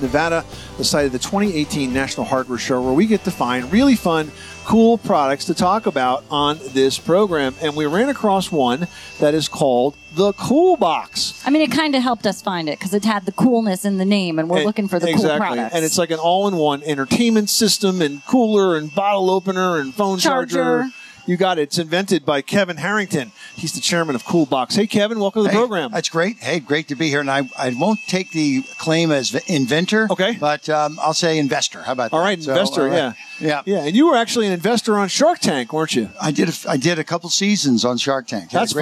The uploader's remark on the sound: At 2018 National Hardware Show. Live from the 2018 National Hardware Show.